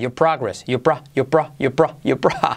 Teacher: Si lo dices rápido, say your, la R como que decae.